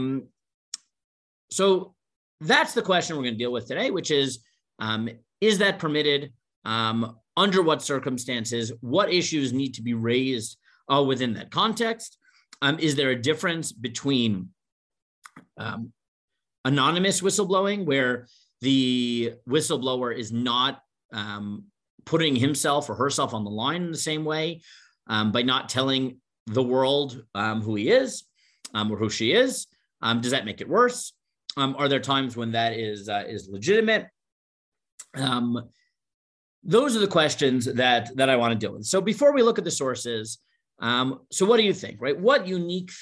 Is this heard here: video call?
yes